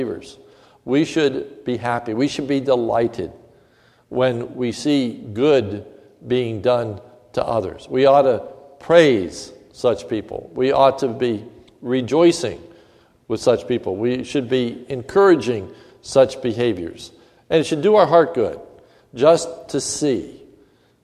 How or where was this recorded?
large echoing room